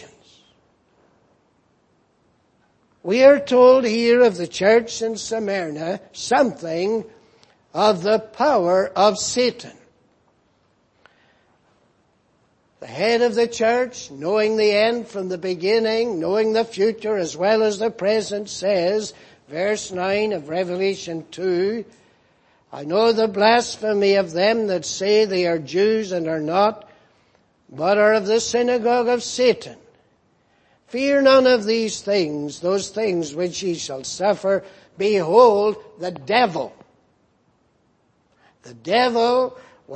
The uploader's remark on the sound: Preached in Grafton. At the Lord's Day Morning service on 10th December, 2017.